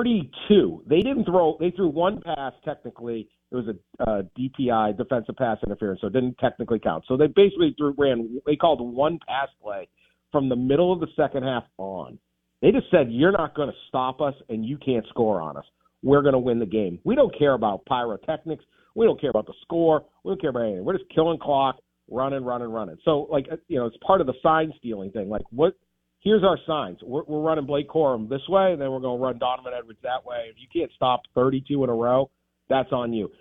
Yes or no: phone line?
yes